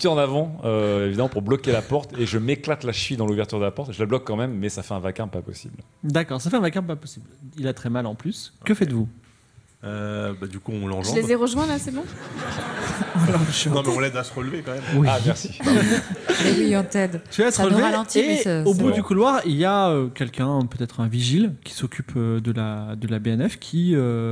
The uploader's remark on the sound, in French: Game of Rôles en public